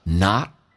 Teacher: not 的 t 不用发音，这叫略音，因为两个辅音在一起只用发后面，但是 not 去掉，但气流要阻塞一下，因为表示它存在的位置叫 not。